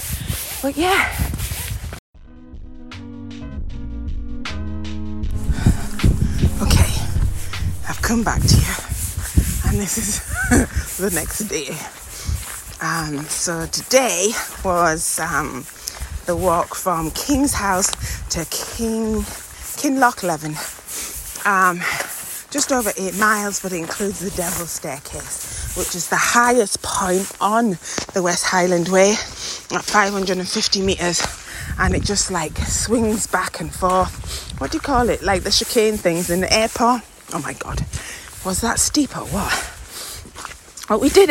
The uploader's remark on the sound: Is recoding this episode out on location while walking The West Highland Way. A 96 mile hike from the lowlands to the highlands of Scotland. Talking through the wind and rain.